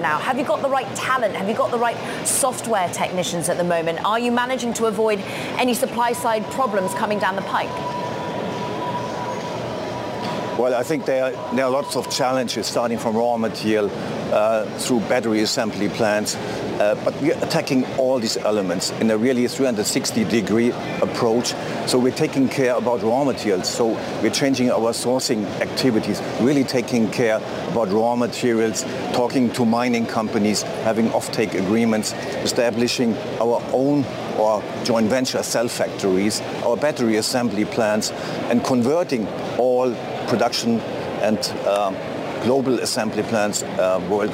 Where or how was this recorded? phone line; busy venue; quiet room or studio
busy venue